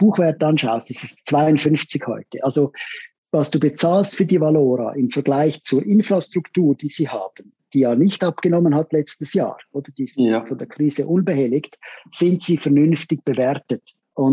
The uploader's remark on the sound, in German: im wöchentlichen Zoom-Call